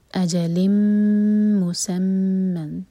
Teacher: میم پر شدہ تنوین کے بعد، تو یہ ہے ادغام غنہ کے ساتھ، میم کو ہولڈ کریں گے دو سیکنڈس